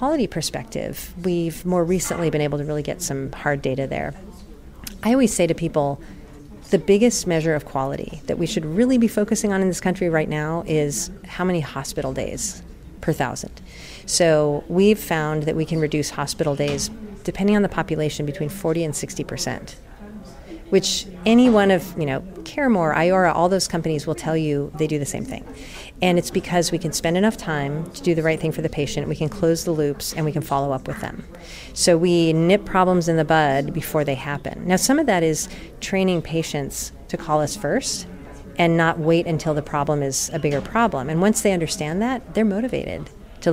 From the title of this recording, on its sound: Live from #WinterTech